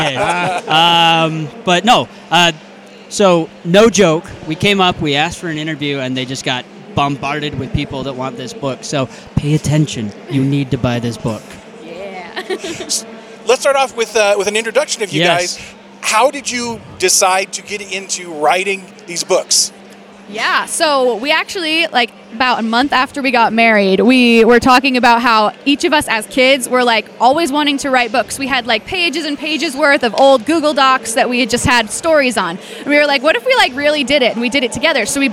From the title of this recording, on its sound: Live From DragonSteel 2023